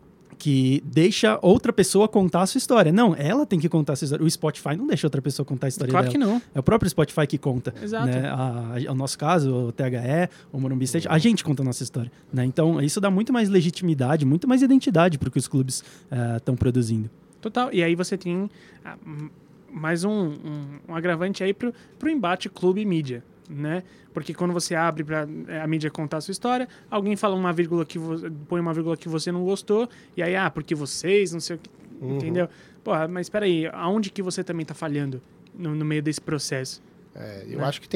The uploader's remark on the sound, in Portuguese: Direto do Spotify Summit, gravamos esse episódio